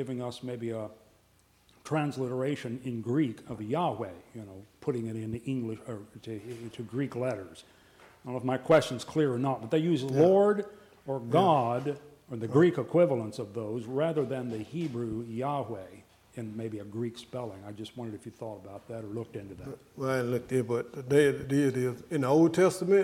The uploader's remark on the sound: addresses questions from the audience